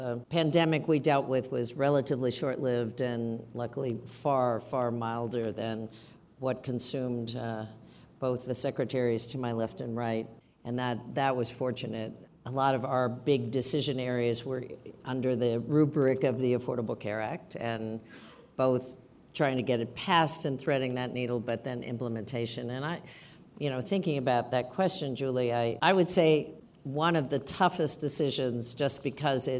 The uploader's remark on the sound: Taped in June before a live audience at Aspen Ideas: Health, part of the Aspen Ideas Festival, in Aspen, Colorado.